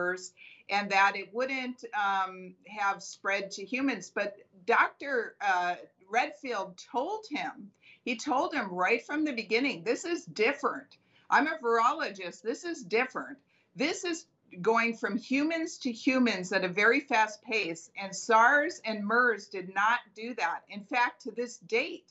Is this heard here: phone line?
no